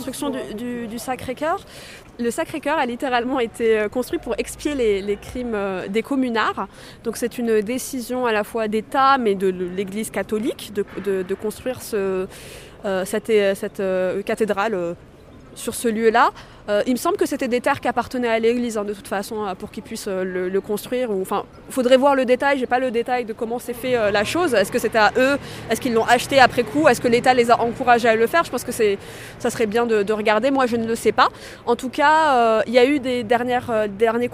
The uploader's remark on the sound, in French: En accomplissant ensemble deux marches sur les traces de ces histoires. Les deux enregistrements que ces marches ont produit. Ce qui crée leur cohérence néanmoins est la progression spatiale que nous accomplissons, ainsi que l’excavation de différentes strates de la géologie politique de Paris à chaque endroit où nous nous arrêtons.